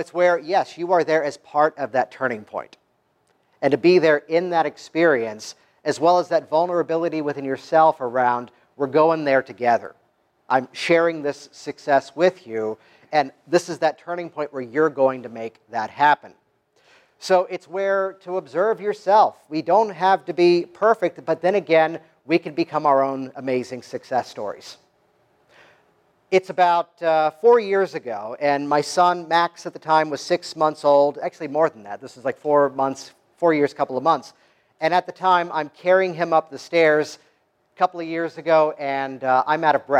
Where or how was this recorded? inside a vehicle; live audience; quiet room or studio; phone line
live audience